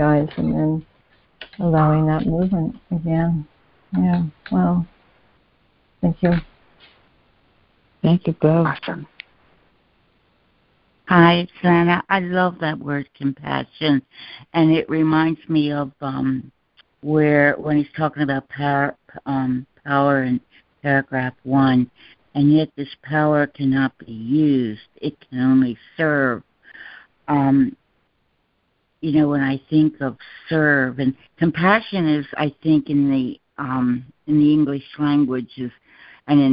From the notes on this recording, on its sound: joining together on a Free Conference Call